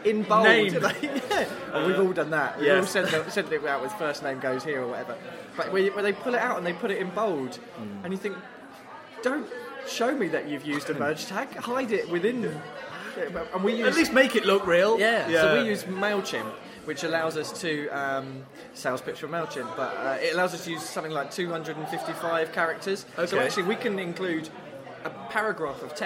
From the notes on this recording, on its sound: leave Kings Cross and venture up to Angel to record from the Pearl & Feather public house.